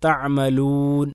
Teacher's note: വാവ് നമുക്കറിയാം ചുണ്ടിൽ നിന്നും പുറപ്പെടുന്ന അക്ഷരമാണ്. അതുകൊണ്ട് തന്നെ രണ്ട് ചുണ്ടുകൾ ചേർക്കുമ്പോഴാണ്, അത് ഉച്ചരിക്കുമ്പോഴാണ്, ശരിക്കും ഉച്ചരിക്കുമ്പോൾ വാവിൻ്റെ ശരിയായ ഉച്ചാരണമാകുമ്പോഴാണ് അത് വാവായി തീരുന്നത്.